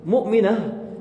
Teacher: لاحظ ألفظها آخرها هاء عند التسكين · Term: تاء مربوطة